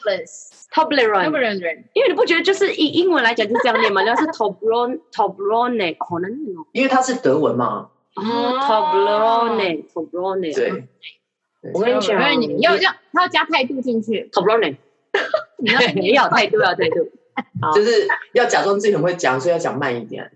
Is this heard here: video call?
yes